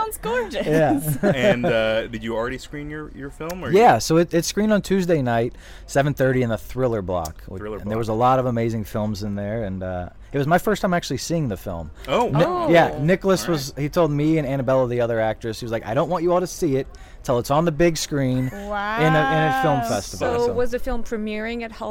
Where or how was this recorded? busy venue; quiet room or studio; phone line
busy venue